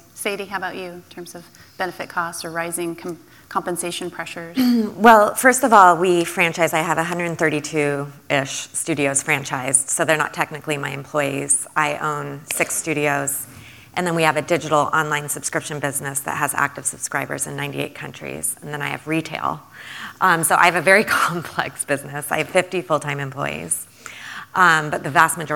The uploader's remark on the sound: Business leaders from the Portland, Oregon metro region came together. This audio is from the entire two hour event.